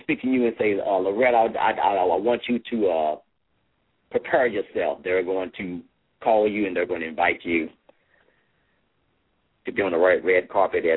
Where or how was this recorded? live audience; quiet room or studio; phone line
phone line